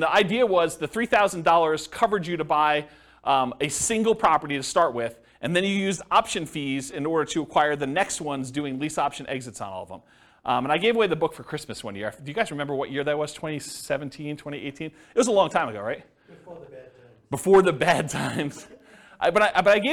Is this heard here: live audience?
yes